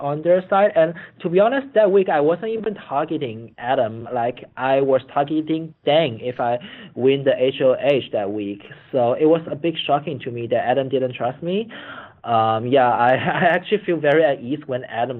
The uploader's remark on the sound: Phone Interview.